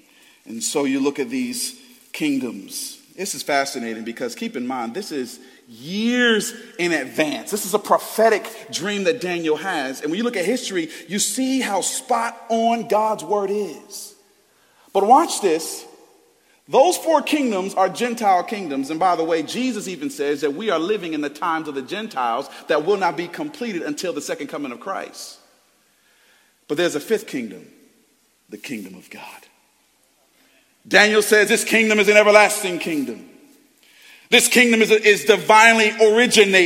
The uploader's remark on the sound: Preached Sunday January 14th, 2023 at Woodside Bible Church, Pontiac Campus